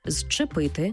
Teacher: У слові «зчепити» зверніть увагу, на його початку є «з» – це свистячий, і поряд стоїть «чи» – це шиплячий. А разом «з» і «чи» на початку слова читаємо як «ши»